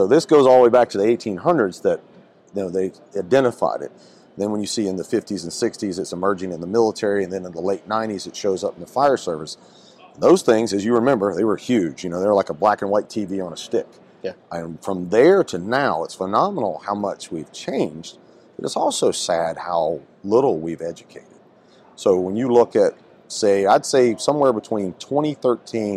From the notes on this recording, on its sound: on location at Firehouse Expo in Columbus, Ohio